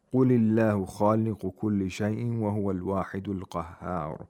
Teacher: قل الله خالق كل شيء وهو الواحد القهار. The ha is mushaddad. We have to make sure that the timing is correct, and it is the longest. It has the longest timing compared to the letters of shidda and tawassut.